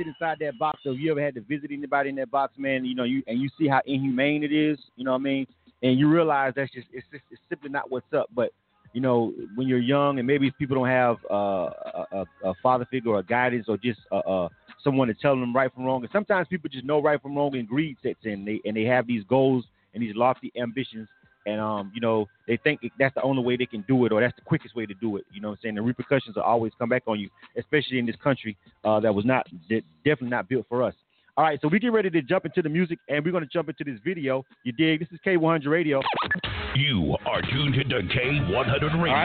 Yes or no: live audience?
no